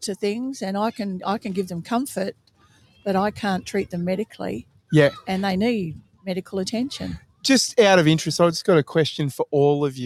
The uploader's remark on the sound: Live from Memorial Park in Bunbury WA